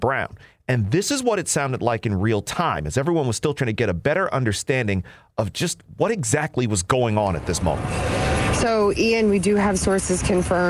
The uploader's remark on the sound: Sounds from the scene of Philadelphia's tragic fire.